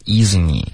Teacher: 这三个 i 的音舌根都太高了